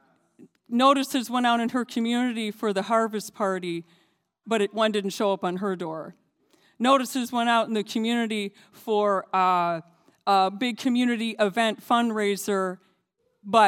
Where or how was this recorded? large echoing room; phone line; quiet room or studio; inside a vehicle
large echoing room